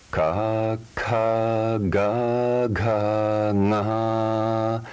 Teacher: The first row of consonants is guttural, position 1 in the throat. The hard or unvoiced consonant, which is also unaspirated, is ka.